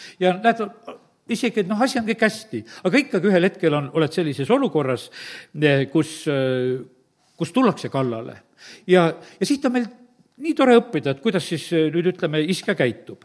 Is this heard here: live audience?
yes